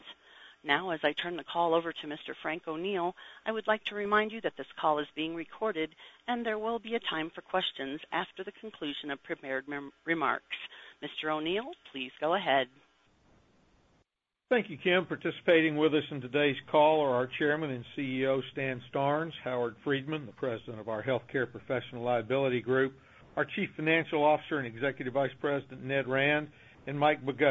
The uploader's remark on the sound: ProAssurance Earnings Conference Call, Third Quarter, 2015.